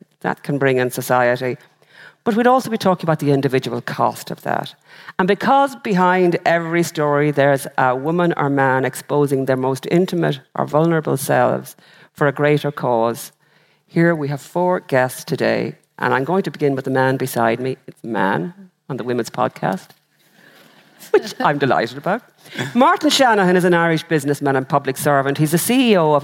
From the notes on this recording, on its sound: This episode was recorded live from The Convention Centre in Dublin, as part of Accenture’s International Women’s Day Celebrations.